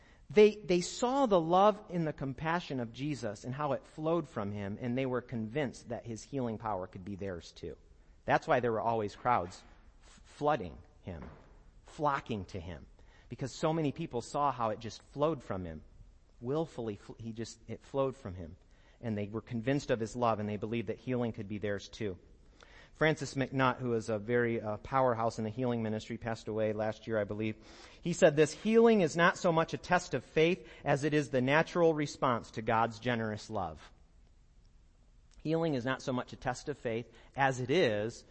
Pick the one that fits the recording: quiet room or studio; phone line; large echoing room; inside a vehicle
large echoing room